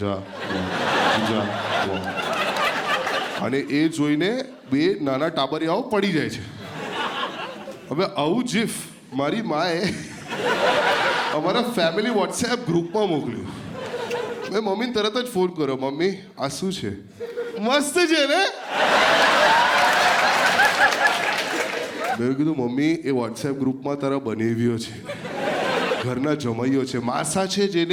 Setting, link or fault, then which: setting, live audience